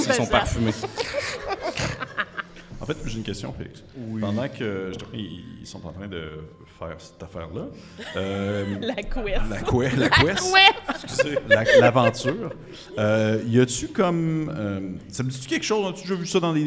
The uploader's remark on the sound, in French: En direct du Centre des Arts Populaires de Nicolet. Se réunir autour d'une même table physique en vrai de vrai pour un épisode LIVE. CAPTATION EN LIVE RÉALISÉE PAR COUP CRITIQUE (avec les limites que ça comporte).